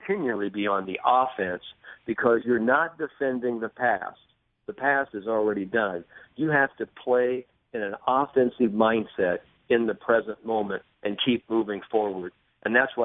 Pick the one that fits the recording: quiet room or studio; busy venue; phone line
phone line